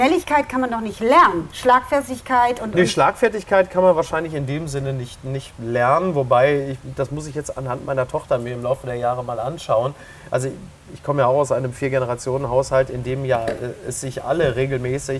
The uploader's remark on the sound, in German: in einem Tretboot-Schwan auf der Hamburger Alster